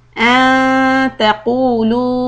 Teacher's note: Keep the ikhfa, the noon, close to the makhraj of letter ta, so that the noon is now soft. Antaqulu. Stretch four harakat.